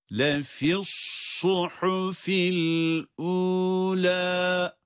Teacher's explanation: Sad harfine dokunur dokunmaz sadın kalınlığını gösteriyoruz, çıkarıyoruz.